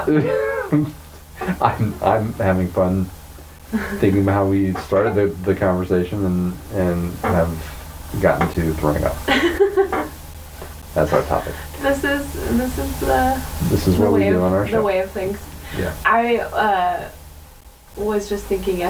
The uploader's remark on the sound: sound issues